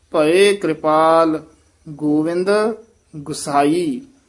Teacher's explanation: ਇਹਨੂੰ ਗੁਸਾਈ ਨੀ ਕਹਿਣਾ ਹੂੜੇ ਨਾਲ, ਇਹ ਔਂਕੜ ਨਾਲ ਉਚਾਰਨ ਕਰਨਾ ਹੈ ਛੇਤੀ